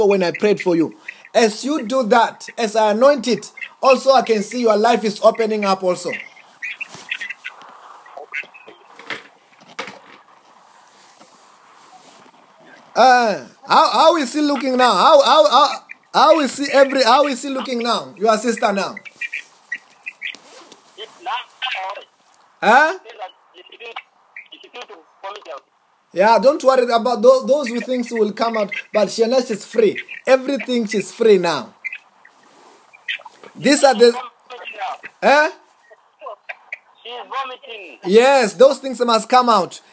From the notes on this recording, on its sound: Deliverance in Tanzania over the phone.